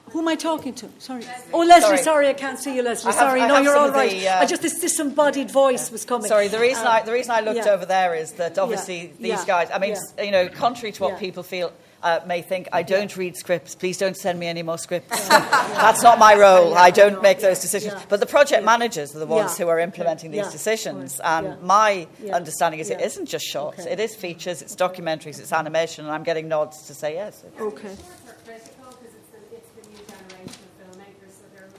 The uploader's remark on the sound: Recorded live at the 2019 Galway Film Fleadh.